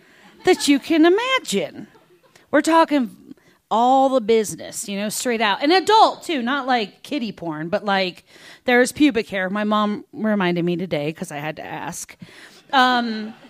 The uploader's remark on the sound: recorded live on 21 October 2015 at Buntport Theater in Denver, Colorado